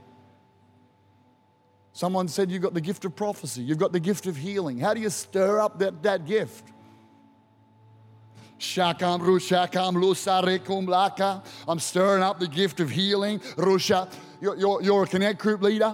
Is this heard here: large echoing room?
yes